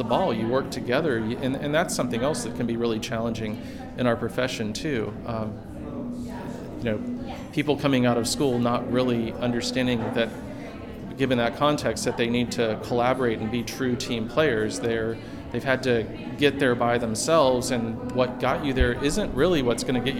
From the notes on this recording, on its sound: LIVE from the Net Health Event at the Private Practice Section Meeting in Chicago